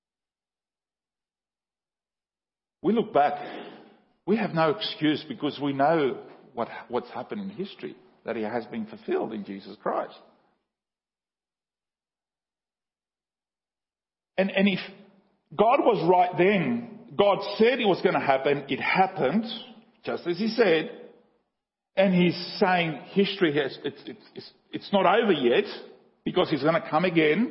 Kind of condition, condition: setting, large echoing room